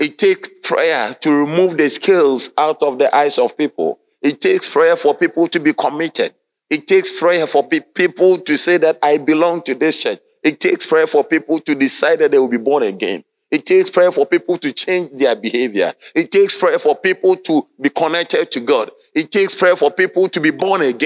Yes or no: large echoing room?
yes